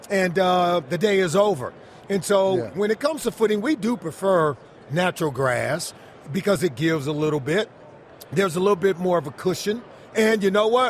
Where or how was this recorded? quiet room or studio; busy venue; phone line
busy venue